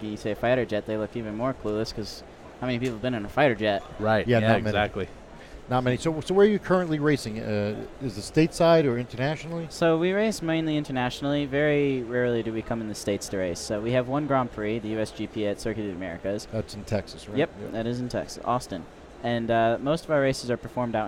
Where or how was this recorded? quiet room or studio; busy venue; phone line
busy venue